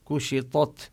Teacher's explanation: ينبغي أن تظهر الكاف لا تختلط بالقاف